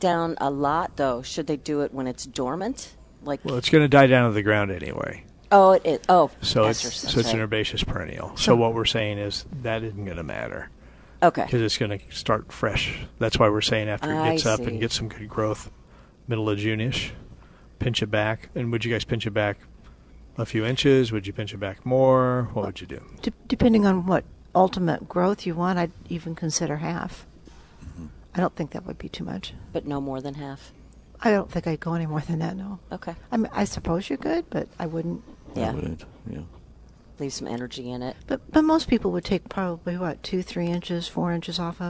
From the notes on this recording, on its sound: Plant Experts Live at Prairie Gardens.